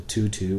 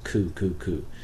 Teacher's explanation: When you add the horn to your double tongue, you're going to be able to hear very clearly the difference between using the tip of the tongue, the tu-tu or the thu-thu, and the back of the tongue, the ku-ku-ku. You'll definitely hear a difference.